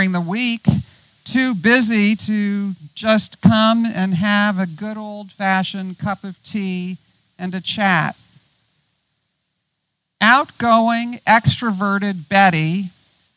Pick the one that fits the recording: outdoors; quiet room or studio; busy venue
outdoors